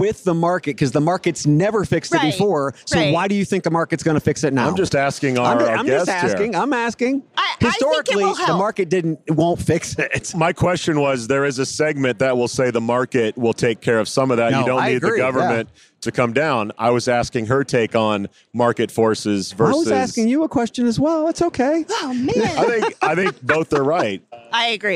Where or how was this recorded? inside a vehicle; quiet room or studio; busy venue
busy venue